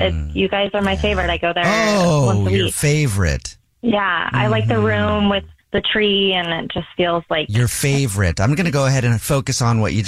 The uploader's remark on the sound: phone prank style